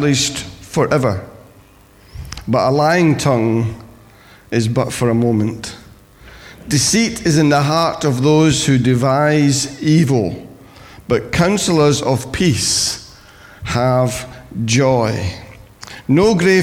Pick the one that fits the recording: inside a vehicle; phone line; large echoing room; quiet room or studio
large echoing room